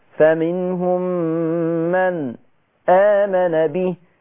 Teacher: شوف النون عملت عليها سكتة عشان وراها همزة